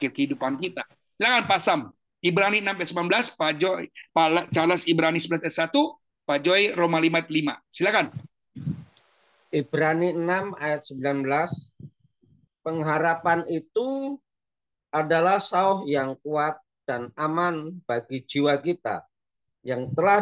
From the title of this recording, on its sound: Audio Zoominar